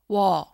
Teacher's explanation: Этот звук образуется из сочетания звука «у» и звука «о».